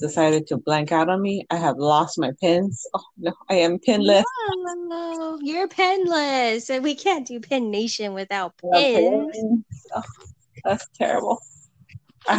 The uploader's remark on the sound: Few fun technical difficulties just rolling with the punches here!